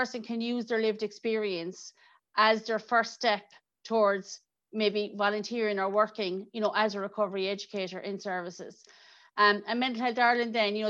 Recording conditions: video call